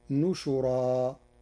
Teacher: قرأ ورش كلمة بشرا في القرآن كله بالنون والشين المضمومتين